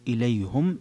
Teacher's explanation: إليهم قرأ الجمهور إليهم بهذه اللفظة، أما حمزة ويعقوب فقط فقرأ إليهم بضم الهاء